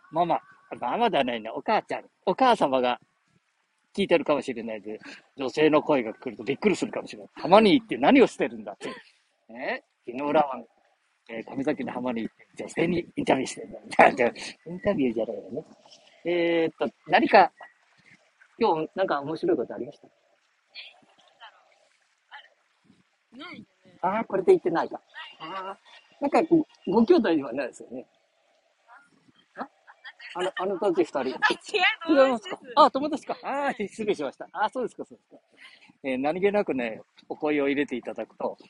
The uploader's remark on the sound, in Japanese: 街さんぽ LIVE